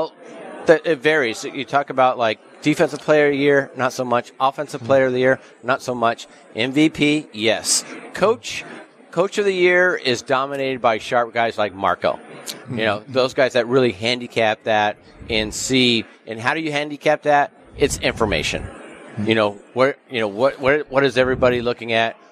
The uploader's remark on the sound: Live from the Super Book at Westgate Las Vegas.